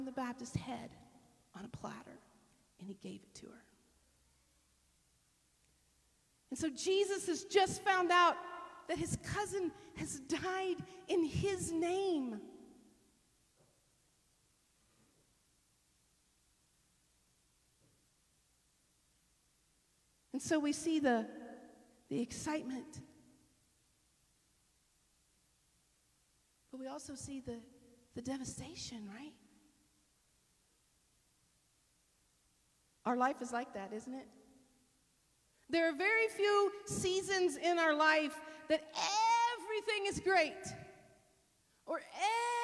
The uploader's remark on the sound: This sermon was delivered at Northpoint Community Church in Beaumont, TX